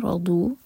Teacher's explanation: اس کے بعد عین کو ٹچ کریں گے فَأَعْرَضُ رَو ہیوی اور ضاد زبان کی سائڈ سے